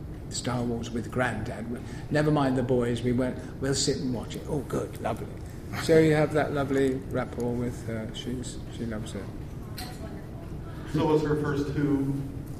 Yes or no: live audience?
yes